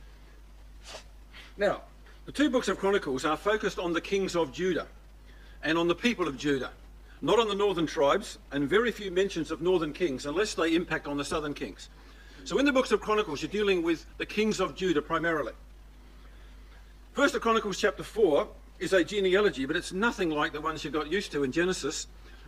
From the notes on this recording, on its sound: These 5 studies recorded at the Boronia ecclesia